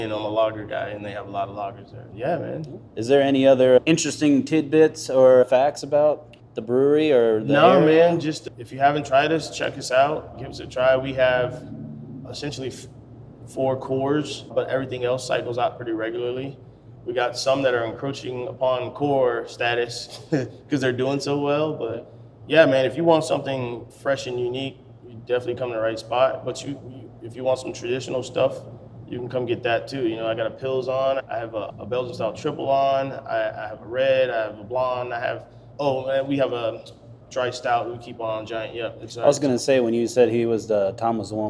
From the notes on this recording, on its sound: grabbed a spot at the bar